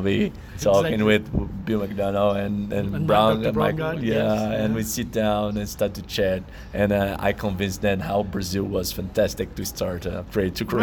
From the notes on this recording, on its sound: This podcast was recorded during the Circular Economy Forum of the Americas (#CEFA2019) in Medellin, Colombia.